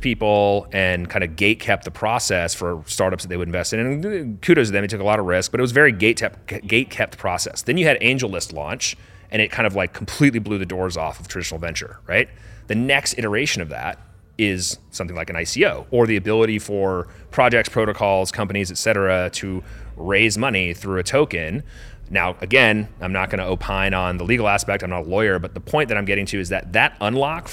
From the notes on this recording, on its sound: recorded at Converge in San Francisco